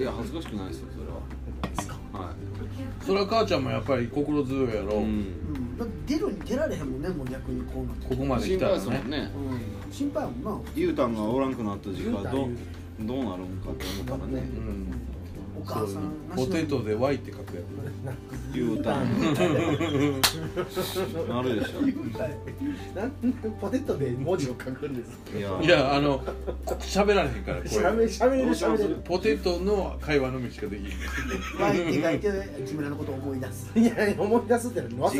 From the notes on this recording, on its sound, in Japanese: 神戸、SPACE DOG!RECORD(お店)より。